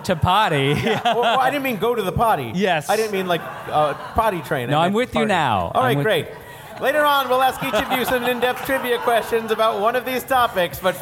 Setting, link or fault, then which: setting, busy venue